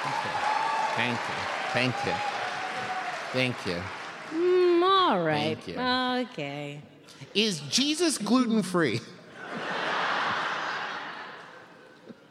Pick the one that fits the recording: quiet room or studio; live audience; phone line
live audience